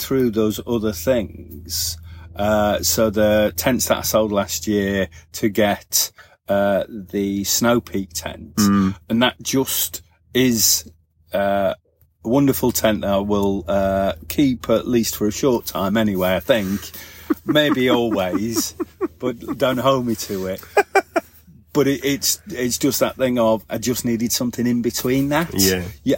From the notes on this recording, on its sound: LIVE - Camping in Worcestershire. This week we are LIVE in the field. We are camping at Twin Oaks campsite in rural Worcestershire.